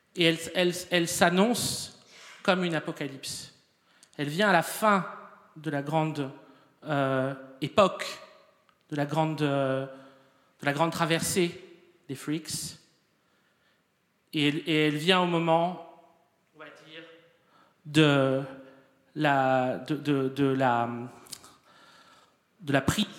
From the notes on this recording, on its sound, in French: Enregistr&eacute; le 29 novembre 2014 dans la salle Roland Topor Th&eacute;&acirc;tre du Rond-Point. Dans la salle Roland Topor Théâtre du Rond-Point.